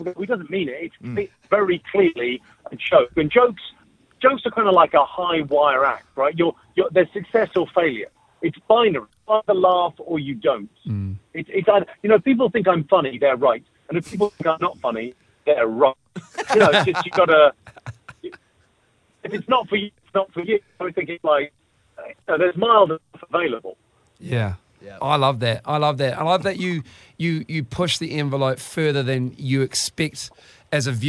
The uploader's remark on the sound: We were joined on the phone by UK Comedian